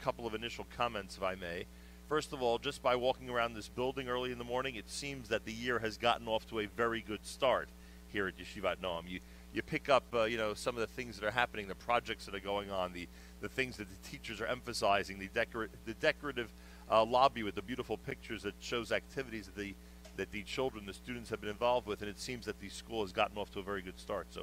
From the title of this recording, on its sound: Live from Yeshivat Noam Yom Ruach